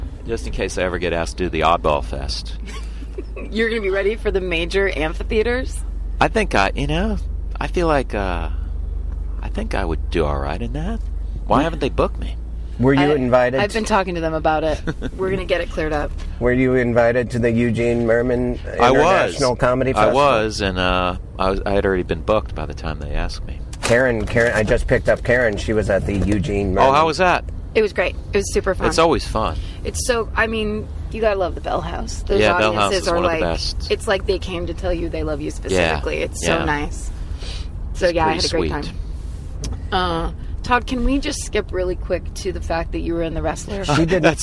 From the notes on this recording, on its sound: Jumps into the Honda at LAX to do all the best shows in Los Angeles.